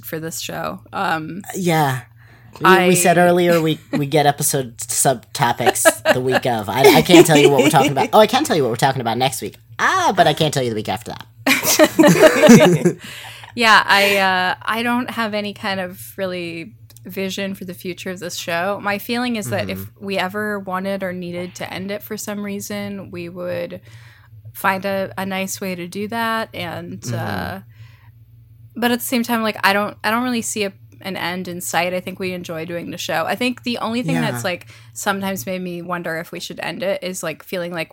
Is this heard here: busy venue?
no